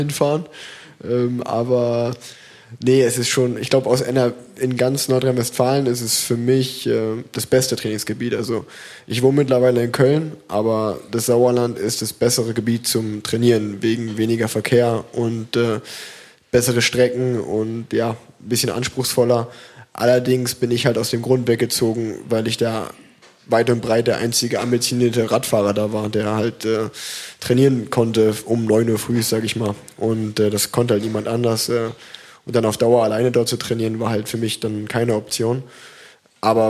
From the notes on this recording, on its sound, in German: Live Podcast aus Köln